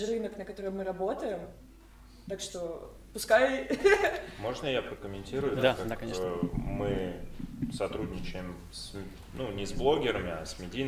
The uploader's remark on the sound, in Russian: Специальный выпуск подкаста, записанный в Библиотеке Комиксов в Петербурге в Ночь Музеев.